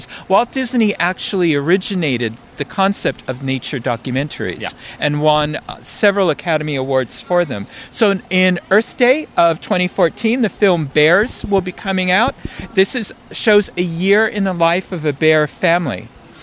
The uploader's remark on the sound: Audio of the live daily recaps from the 3 days of the D23 Expo